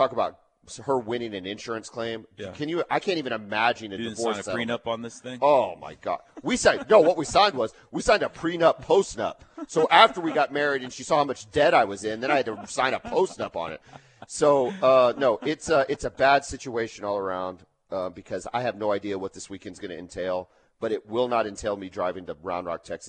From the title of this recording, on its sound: LIVE FROM BROWN OHAVER